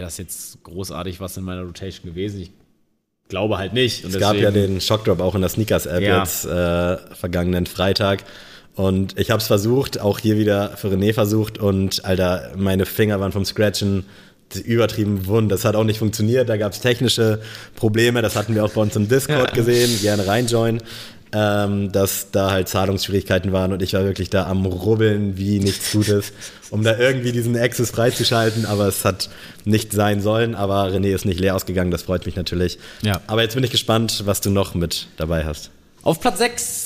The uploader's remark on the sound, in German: Danke an Allike, dass wir in eurem Store die Aufnahme realisieren konnten.